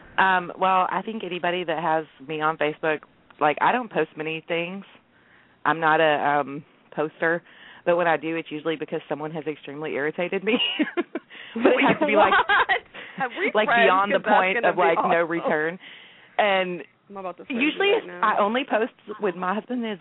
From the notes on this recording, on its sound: Calls in from Florida. From sunny southern California and we air a prerecorded interview. Calling in from Italy.